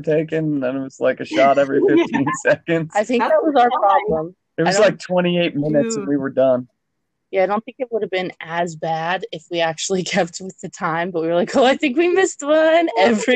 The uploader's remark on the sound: This Audio Is Super Fucked Up.